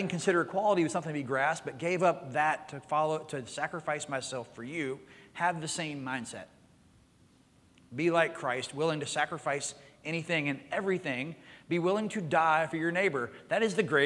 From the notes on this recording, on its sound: Recorded Live at Connection.